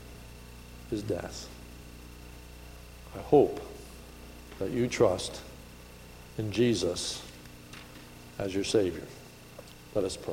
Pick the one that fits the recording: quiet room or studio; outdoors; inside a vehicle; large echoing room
large echoing room